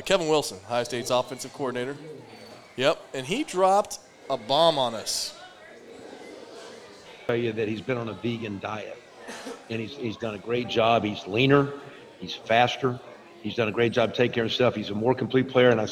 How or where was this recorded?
busy venue